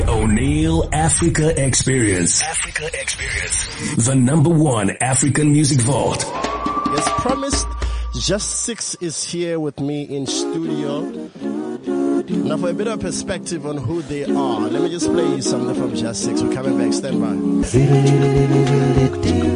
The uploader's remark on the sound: Live from the Lifestyle Home Garden